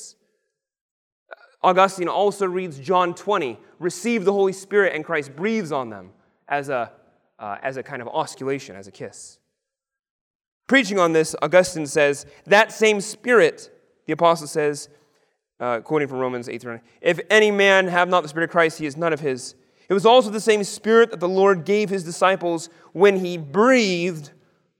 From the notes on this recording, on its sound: Lecture on the kiss of peace given at the 2023 Theopolitan Ministry Conference.